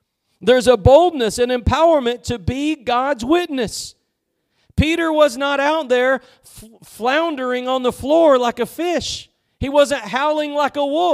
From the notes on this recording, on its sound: Preached at Gospel Lighthouse in Bossier City, La.